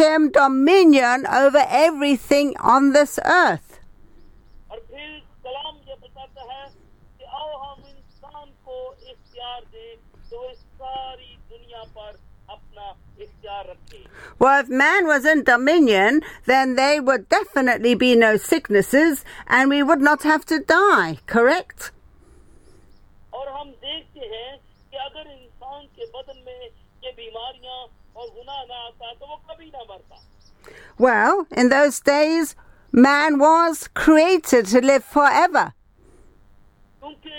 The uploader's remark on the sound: speaking via phone to group in Pakistan